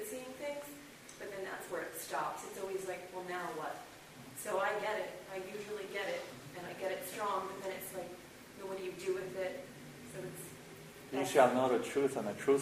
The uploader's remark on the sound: This workshop was recorded on October 30, 2011, at New York Open Center in NYC. The audio quality reflects the raw and unedited nature of the content, and has been minimally processed.